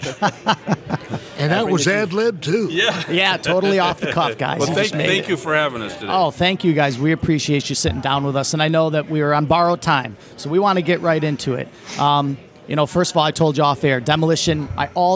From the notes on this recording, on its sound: We are live at Astronomicon